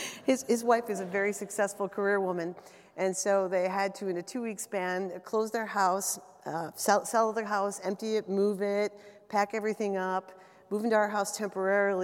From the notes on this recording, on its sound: LIVE EPISODE! Moderated a panel LIVE at Rockwell Automation's Automation Fair.